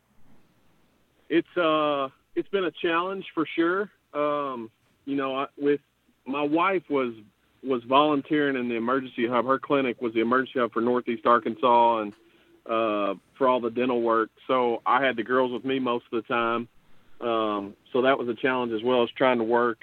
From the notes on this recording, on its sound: LIVE on the Back In Action Hotline. On RWRC Radio on The Ticket 95.3 Fm/970 AM.